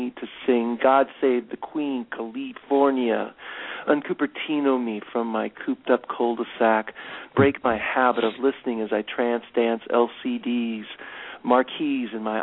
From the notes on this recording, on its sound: featured callers from San Gabriel, Los Angeles, Pasadena and Los Angeles, CA, Evanston, IL, Harpersville and New York, NY, Columbus, OH and Birmingham, AL